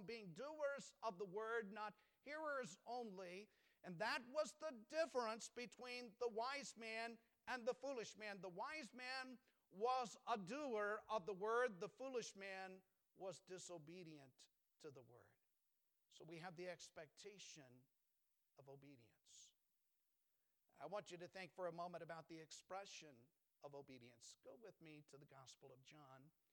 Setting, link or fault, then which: setting, large echoing room